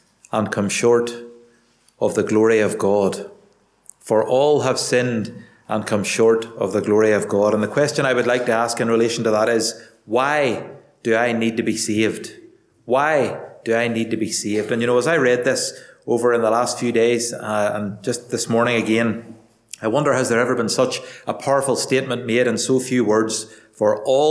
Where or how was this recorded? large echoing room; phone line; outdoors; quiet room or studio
large echoing room